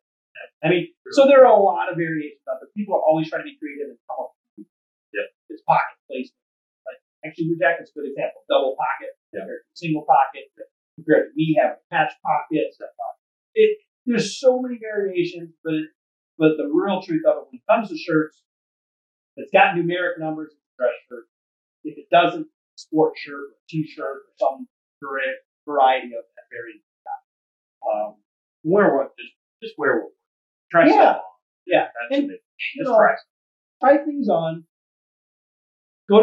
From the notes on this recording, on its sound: Wanky Audio. We had some unfortunate audio issues. Apologies for blowing out your eardrums.